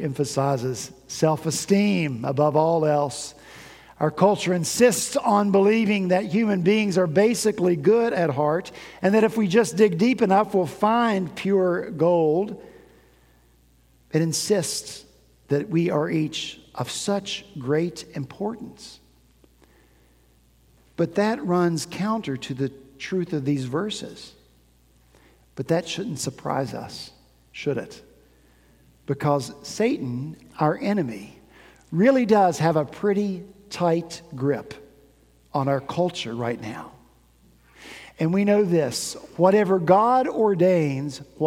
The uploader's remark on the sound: At Redeemer Presbyterian Church in Charleston, SC